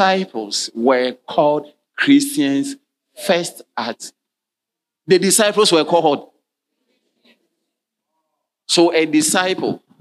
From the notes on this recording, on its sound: Sermon delivered on Sunday, December 17, 2023, at Strong Christian Church in Cape Town, South Africa.